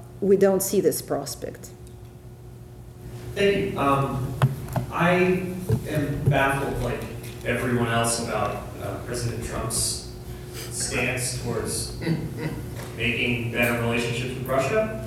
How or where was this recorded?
large echoing room